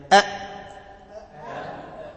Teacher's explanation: يعني الهمزة فيها انطباق للأوتار الصوتية